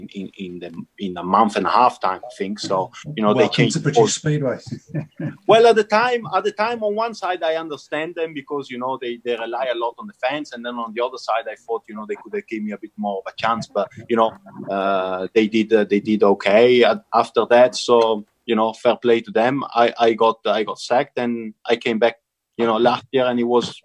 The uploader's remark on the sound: Recorded via Zoom.